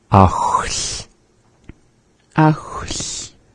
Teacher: Sa is the LH. We make that sound by holding the tongue similar to that of how we make an L, la, la, la, and hold it. Blow air out of the side of the mouth, whichever is natural for you.